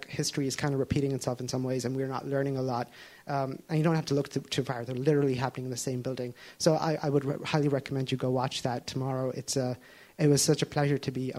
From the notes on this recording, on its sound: Every year, Catalyst International Film Festival presents a programme that prioritises stories and storytellers currently under-represented on screen and behind the camera. Recorded at this year's festival in March.